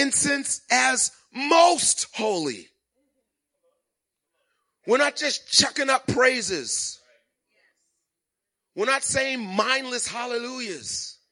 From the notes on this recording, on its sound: Recorded at the 8:00am Christmas morning service.